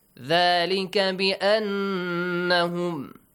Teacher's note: Noon Mushadda. Pay attention to it. Produce a nasal sound.